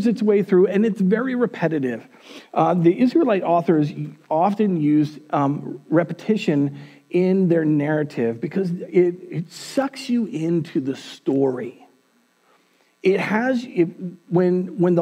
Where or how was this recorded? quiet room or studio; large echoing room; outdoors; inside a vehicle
large echoing room